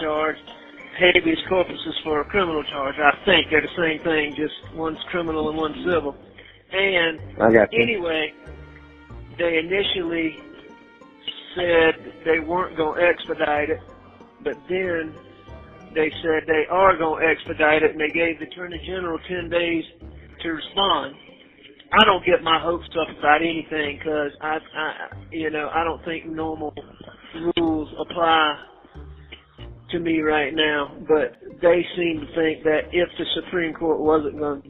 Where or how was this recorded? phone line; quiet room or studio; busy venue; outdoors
phone line